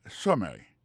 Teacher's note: pour question de prononciation accent tombé sous premier syllabe